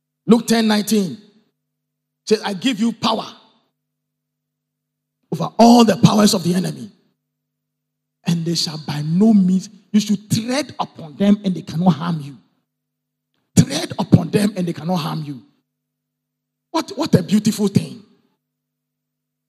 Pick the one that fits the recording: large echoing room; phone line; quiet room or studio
large echoing room